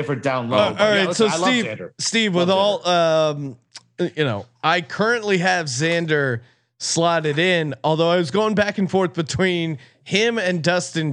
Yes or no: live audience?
no